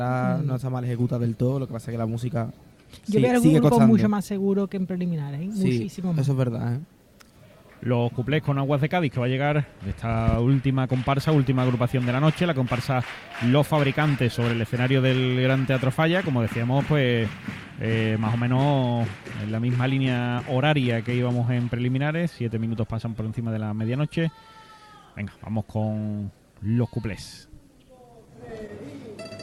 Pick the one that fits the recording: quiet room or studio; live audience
live audience